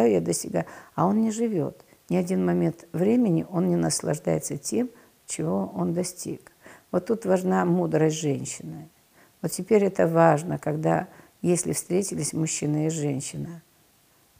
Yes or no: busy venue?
no